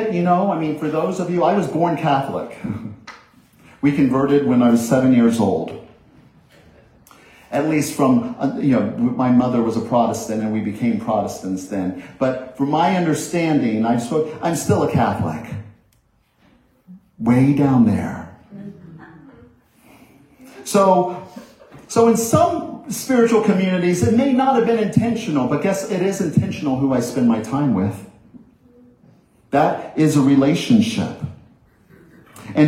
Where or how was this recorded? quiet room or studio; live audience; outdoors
live audience